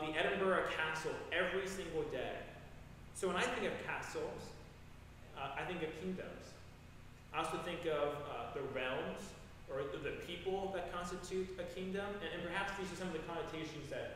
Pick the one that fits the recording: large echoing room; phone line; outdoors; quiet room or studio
large echoing room